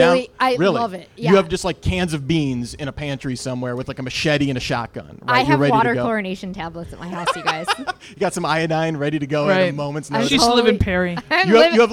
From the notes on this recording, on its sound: EooD LIVE. At the Beachland Ballroom and Tavern for the first LIVE Edifice of our Demise.